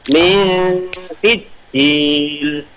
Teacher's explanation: Jadi ketika membunyikan n-nya itu, posisi lidahnya sudah pada s-nya. · Term: ikhfa